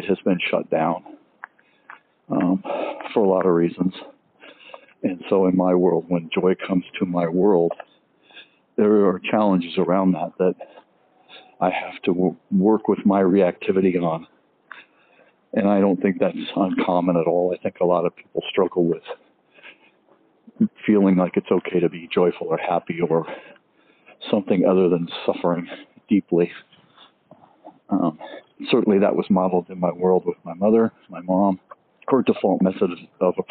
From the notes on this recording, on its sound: Let's take a walk and talk